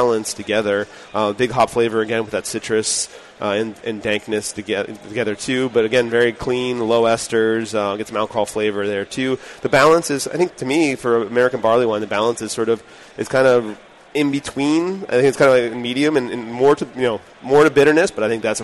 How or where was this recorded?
busy venue